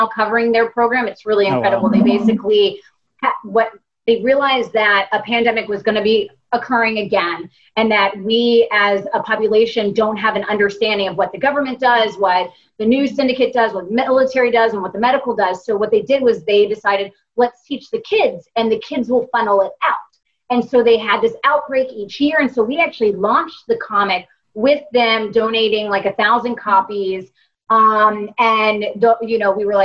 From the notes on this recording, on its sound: LTN Con Q&A. This live Q&A panel (held socially distanced online).